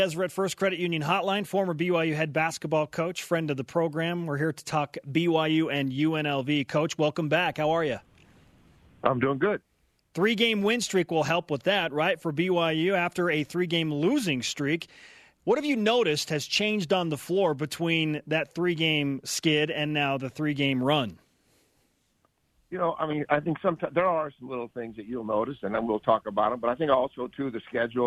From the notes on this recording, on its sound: Over the phone. Joined us in studio.